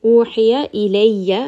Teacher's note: we have ya with a shadda on top. So we are going to give it a little bit of pressure. The tongue is going to move up against the roof of the mouth.